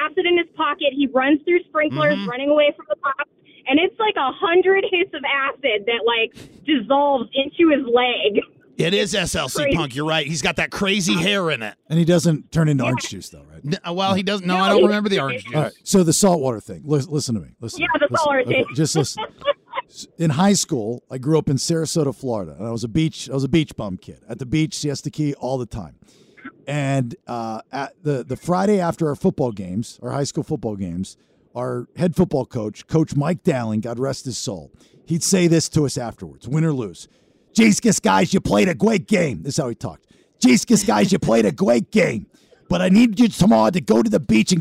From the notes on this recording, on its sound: Callers sound off